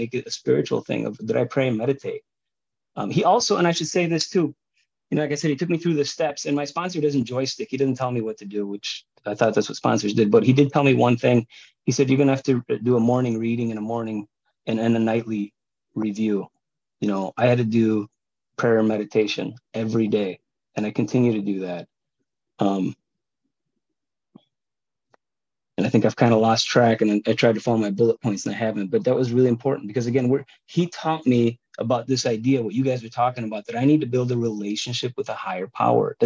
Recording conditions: video call